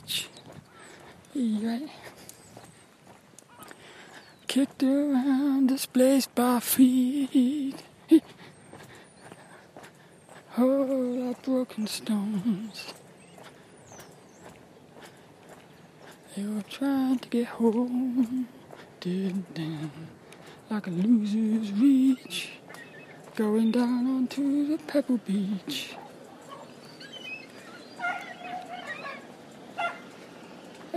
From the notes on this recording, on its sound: a Walk and Talk around Devils Point in Plymouth